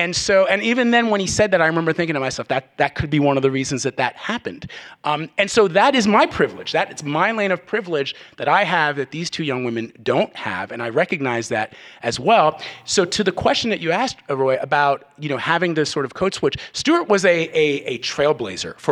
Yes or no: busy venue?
yes